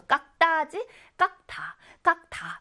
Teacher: 깍 뒤에 오는 디귿은요, 깍다 하고 쌍디귿으로 된소리가 바뀌어가지고 남게 되겠죠.